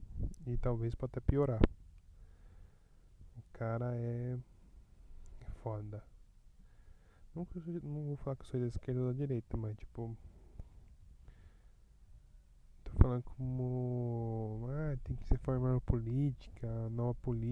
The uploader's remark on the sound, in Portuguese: o áudio ta ruim, pois foi gravado direto do celular saindo da faculdade, morrendo de cansaço